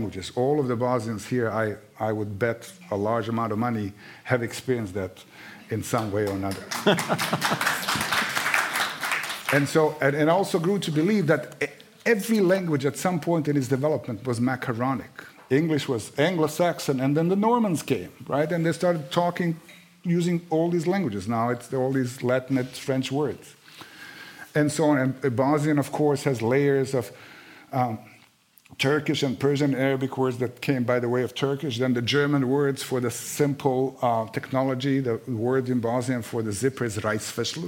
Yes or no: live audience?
yes